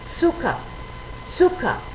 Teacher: la Z la pronunciaremos siempre como TS